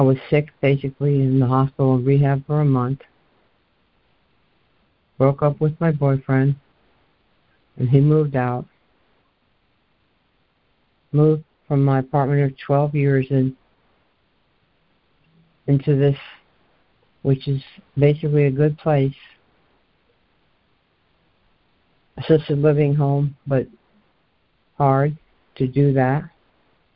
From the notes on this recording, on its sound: ACIM Daily Conference Call